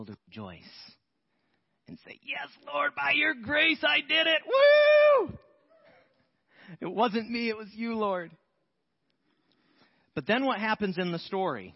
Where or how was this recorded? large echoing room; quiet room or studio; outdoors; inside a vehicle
large echoing room